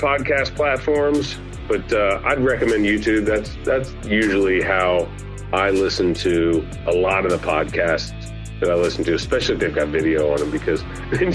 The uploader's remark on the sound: get on the phone with one of their good friends